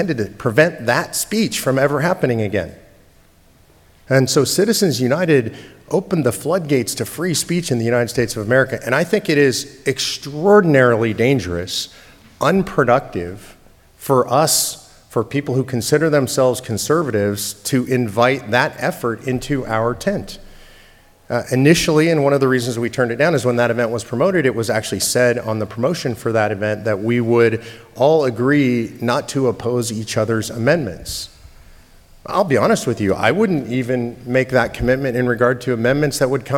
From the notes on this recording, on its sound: in front of a packed room of state legislators at a 2021 conference in San Diego